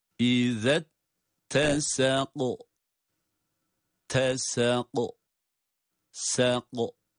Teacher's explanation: Kaf cezimle okunduğu zaman kalkale sesi çıkar.